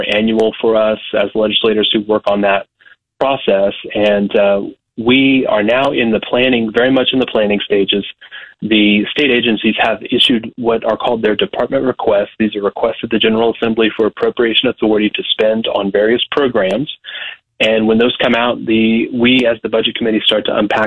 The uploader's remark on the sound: calls in from the Newton County Bean Feed